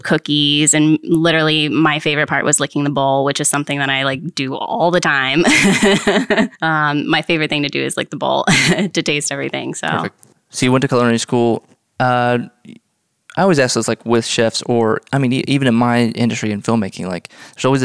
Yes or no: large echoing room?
no